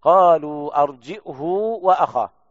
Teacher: يثبتون الهمز بين الجيم والهاء مع ضم الهاء وصلتها بواو لفظية